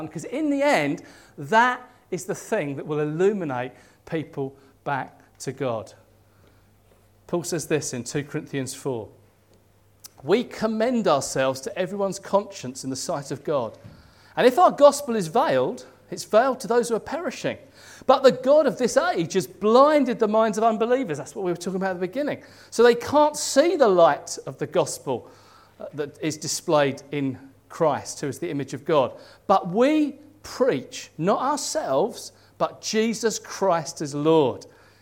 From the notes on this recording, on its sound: At King's Church, Cockermouth, as an audio file.